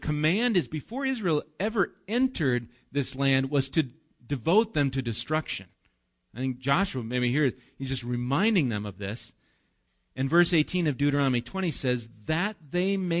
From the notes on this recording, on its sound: Recorded live at Bethany Bible Church on 4/7/19